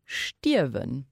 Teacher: Weil wenn wir das schreiben, dann haben wir stirben mit I-E-R, wir hören den R überhaupt nicht. Also ich soll ja nicht stirben, ich soll stirben.